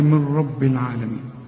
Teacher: ادغام كامل بدون غنه، يعني النون بتخش في الراء ما بتبنش، وأنا بريحك بقول لك كأن النون غير موجودة، اشبك للميم مع الراء، قل لي من رب العالمين، والراء مفخمة، العالمين بعد العين اهي الألف.